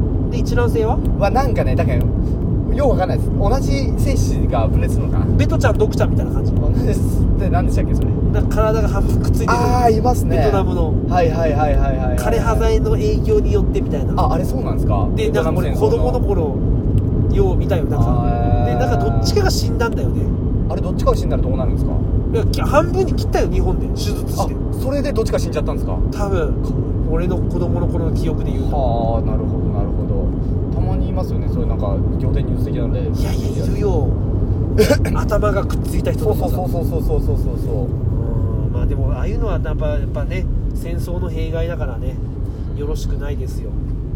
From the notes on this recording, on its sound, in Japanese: 仕事終わりの営業車の中で、いつものようにくっちゃべっています